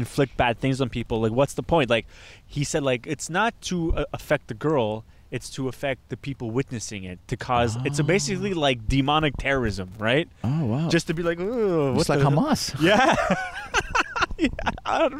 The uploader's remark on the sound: We record in a cemetery this week.